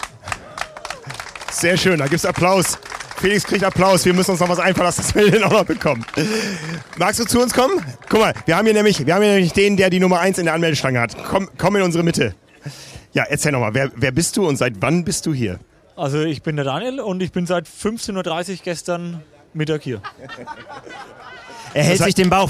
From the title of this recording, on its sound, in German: live aus der Anmeldeschlange